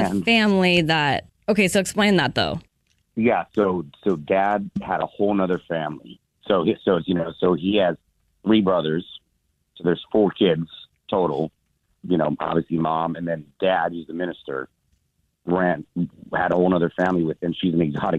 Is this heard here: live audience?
no